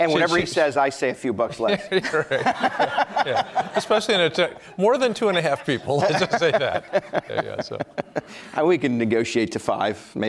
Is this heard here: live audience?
yes